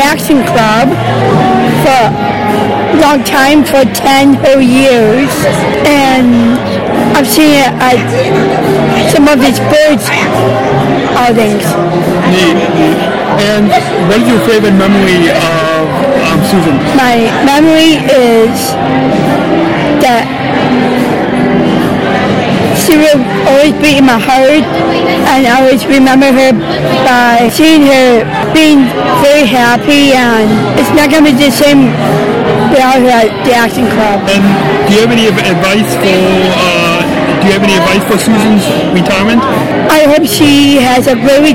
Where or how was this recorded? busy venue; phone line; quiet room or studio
busy venue